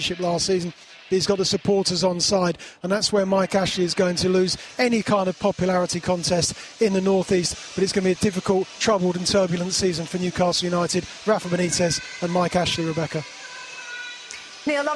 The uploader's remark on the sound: Special Edition Season Preview From The Emirates. Live on location from the home of Arsenal - the Emirates Stadium.